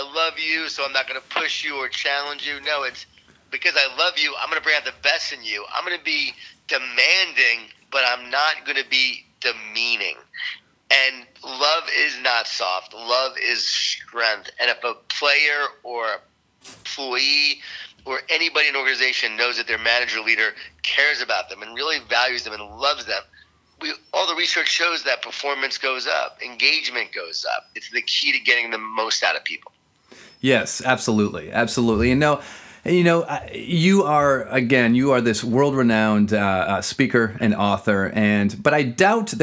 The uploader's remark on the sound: was gracious enough to jump on the phone